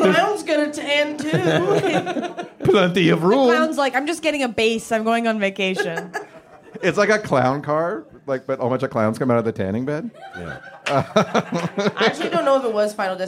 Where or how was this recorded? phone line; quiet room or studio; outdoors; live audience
live audience